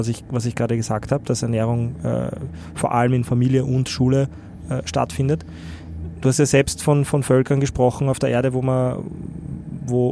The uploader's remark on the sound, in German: In unserer Live Aufnahme am 4Gamechangers Festival.